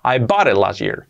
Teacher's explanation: Hacemos la T como una R suave